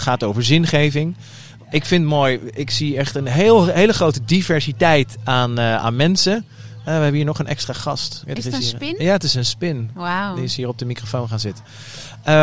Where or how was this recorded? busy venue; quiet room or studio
busy venue